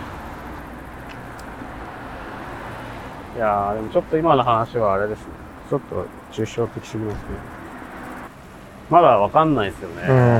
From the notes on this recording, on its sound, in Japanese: 誰かと散歩しながら収録しております。五所川原市に遊びにきてくれた。五所川原立佞武多を観賞後に。市内を散歩しながら駅までお送りした道中に収録（2022.8.8）しております。祭りが終わった後の高揚感と寂しさが共に流れる街の風に言葉をゆだねながら。